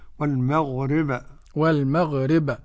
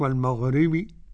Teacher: والمغرب ونلاحظ القلقلة، وبينا مقلقلا إن سكن وإن يكن في الوقف كان أبينا، والقلقلة جهة الفتح كما تلقينا عن شيوخنا · Shown in: first take · والمغرب والمغرب مش والمغربي.